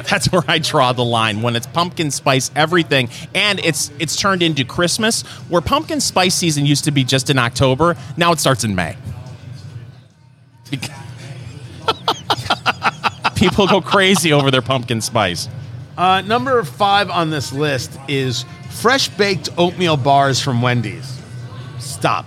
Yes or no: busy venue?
yes